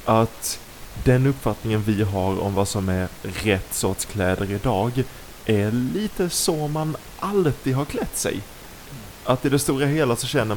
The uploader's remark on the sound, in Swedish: Ljudkvalitén är fortfarande inte på topp.